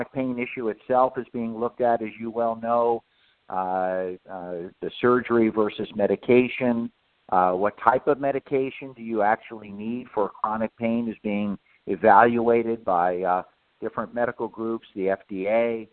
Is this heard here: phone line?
yes